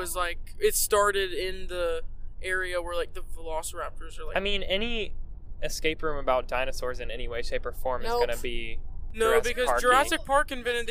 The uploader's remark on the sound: Live From the Road. This week we're discussing some recent park news and pipe dreaming a bit, live from the Tesla.